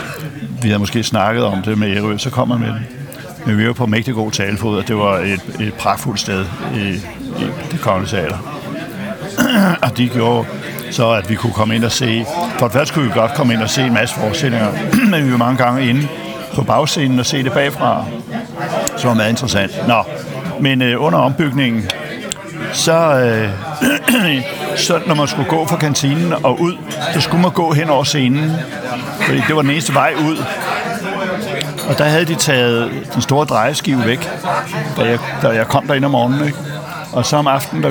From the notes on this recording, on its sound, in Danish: Optaget på Nimb Brasserie, Tivoli, København.